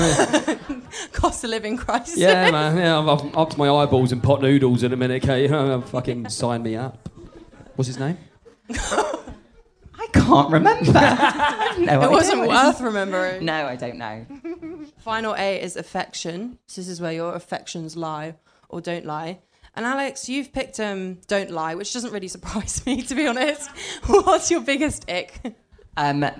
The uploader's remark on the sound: The recording of the LIVE Single Sounds show